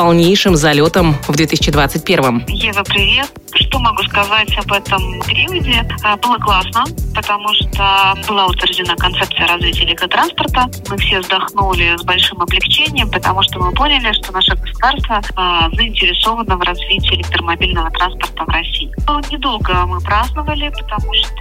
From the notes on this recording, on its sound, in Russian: Мини-интервью по телефону